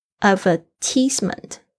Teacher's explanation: 就会变成在 T 上面，重音会被带在 T 上面，而且它会变成 teasement，不是 tiesement